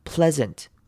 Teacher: 后面 sant 的 a 的念法我们会做轻音